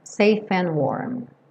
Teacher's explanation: Aqui também o E do safe não vai ser pronunciado, então você junta safe com and. E esse D do and também sumiu